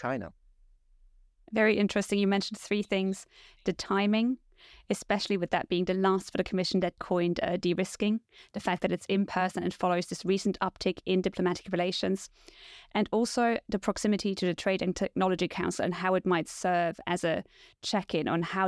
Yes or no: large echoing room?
no